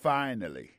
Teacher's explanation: Accent tombé sur le premier syllabe là